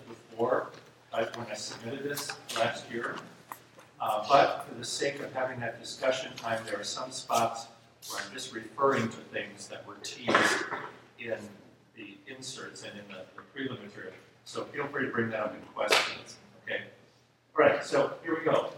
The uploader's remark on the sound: This episode is a recording of Plenary Session I from Wittenberg Academy's Family Retreat.